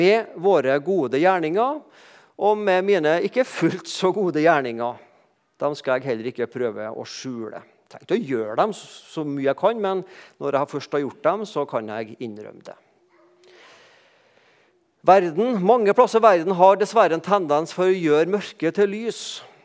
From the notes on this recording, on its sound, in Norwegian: talte på gudstjenestei Misjonshuset